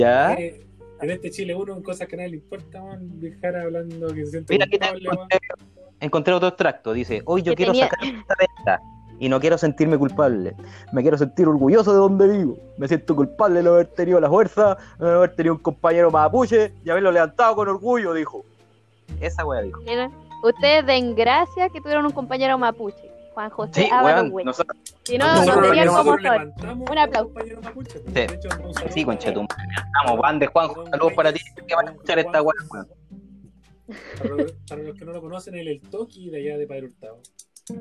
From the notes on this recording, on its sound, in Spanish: la verdad es que con algunos problemas de audio